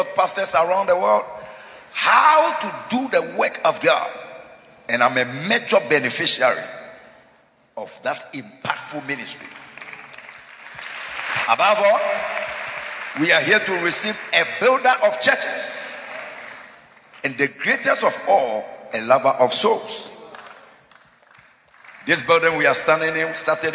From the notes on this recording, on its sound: Preached at Holy Hill Chapel, Accra.